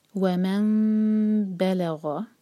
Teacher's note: اقلاب کا مطلب ہے بدلنا. تو ہم نون کی آواز کو میم میں بدلیں گے